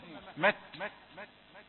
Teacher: التاء صفة الهمس فقط، يعني ليست قلقلة وإنما مهموسة، مت، مجرد همس.